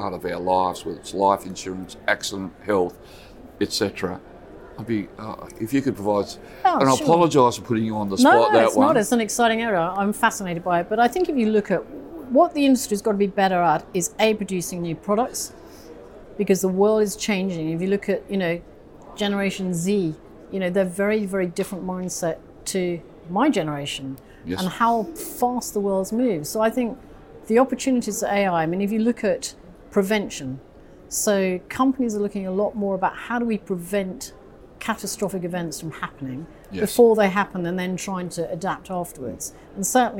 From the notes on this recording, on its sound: spoke with AM Best TV at the Singapore International Reinsurance Conference